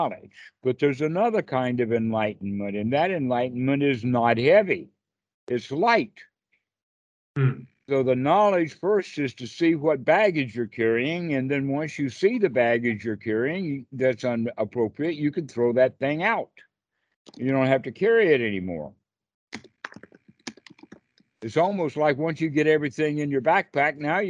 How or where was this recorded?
video call